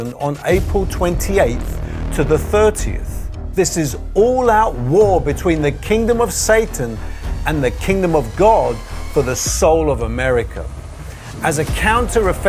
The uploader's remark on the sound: preaching at a Church in Thailand